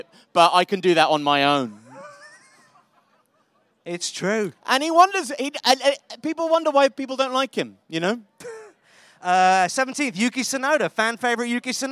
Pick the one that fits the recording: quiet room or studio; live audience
live audience